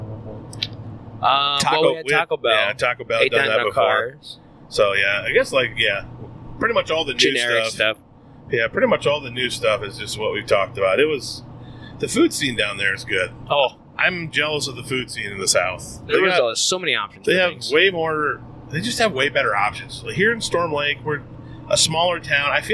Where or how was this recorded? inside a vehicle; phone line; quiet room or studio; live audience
inside a vehicle